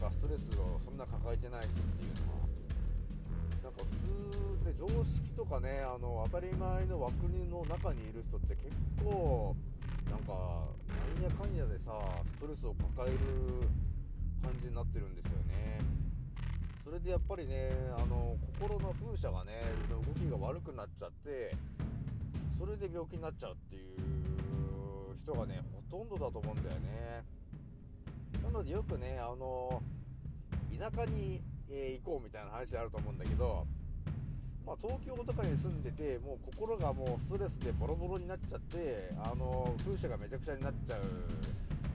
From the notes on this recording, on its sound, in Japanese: 少し音声が小さくなってしまいました。すまん。